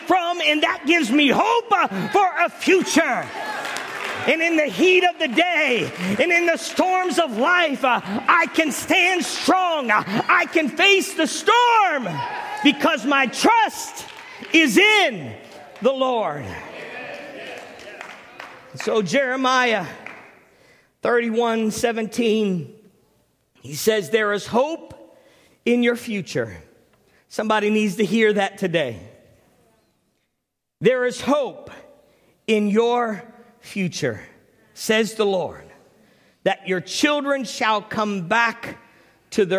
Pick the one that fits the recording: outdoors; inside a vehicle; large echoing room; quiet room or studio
large echoing room